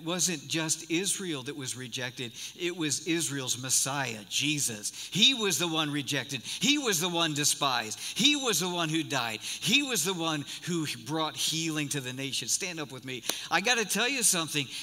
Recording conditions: large echoing room